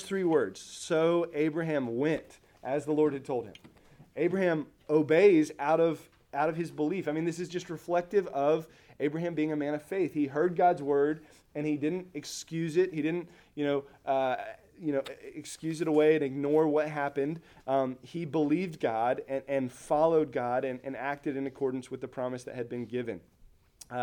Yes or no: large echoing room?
yes